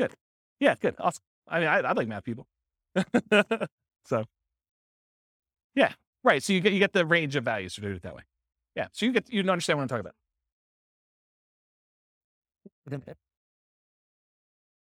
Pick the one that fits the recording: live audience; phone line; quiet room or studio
live audience